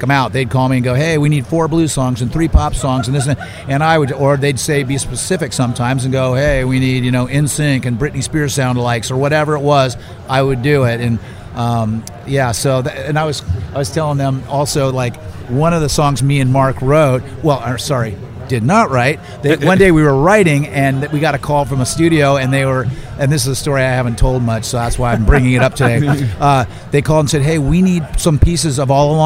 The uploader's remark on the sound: Recorded live at the NASHVILLE ROCK 'N' POD EXPO 2023.